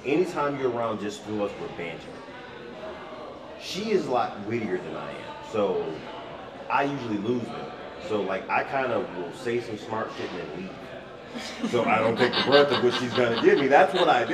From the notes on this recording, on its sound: The Mocha's live at Splash Mocha.